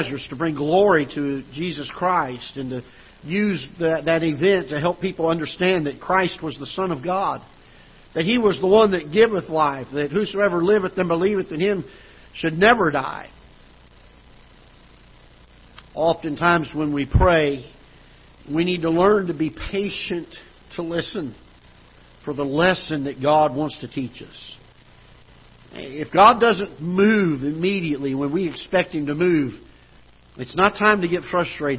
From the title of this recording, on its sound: Ketha Heights Baptist Church ~ Live Broadcast